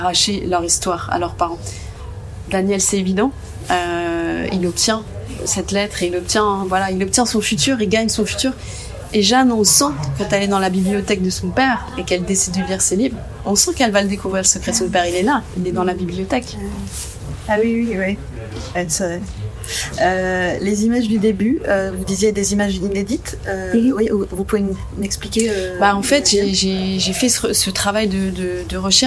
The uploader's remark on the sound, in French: Entretien réalisé au Festival de Cannes 2023